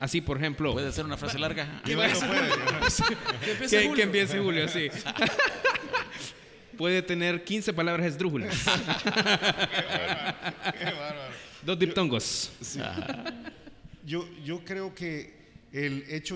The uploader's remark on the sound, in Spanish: una grabación en vivo desde Paradigma